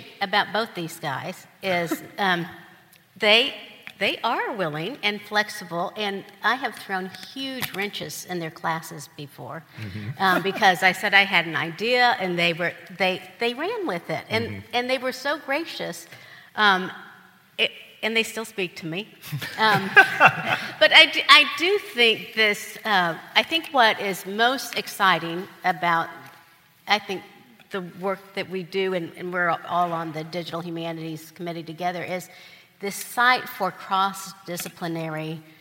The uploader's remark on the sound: Live at Messiah College Educator's Day. The Office of the Provost at Messiah College surprised the faculty at their annual Educator's Day with a live recording of our podcast.